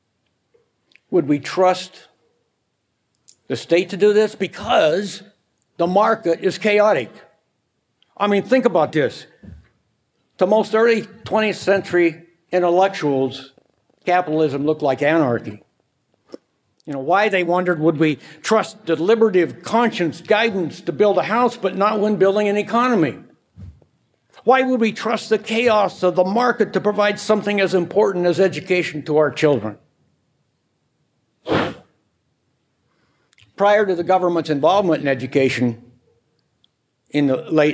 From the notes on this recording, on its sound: Recorded at the Mises Circle in Phoenix, Arizona, on 7 November 2015.